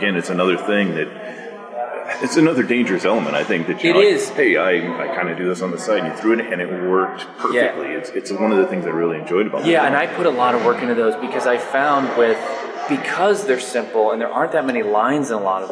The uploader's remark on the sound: at a small cafe just outside of the Phoenix Film Festival